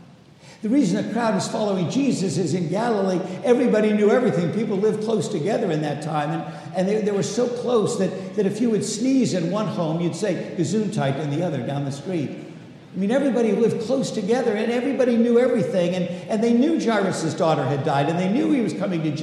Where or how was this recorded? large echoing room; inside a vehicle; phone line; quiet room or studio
large echoing room